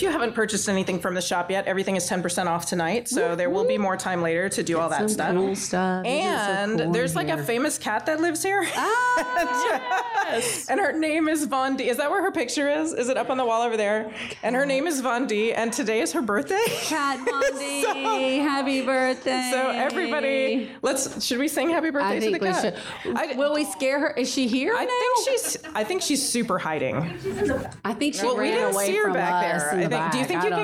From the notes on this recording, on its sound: LIVE from Romarin et Corbeaux in Oxford, Alabama!